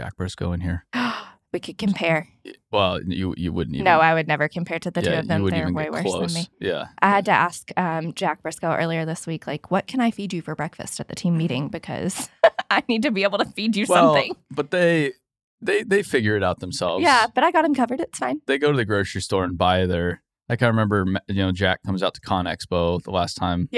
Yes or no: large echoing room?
no